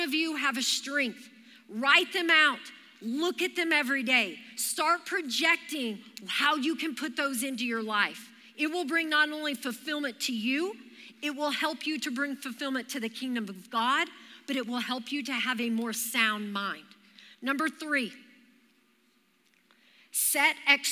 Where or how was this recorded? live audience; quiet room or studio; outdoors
live audience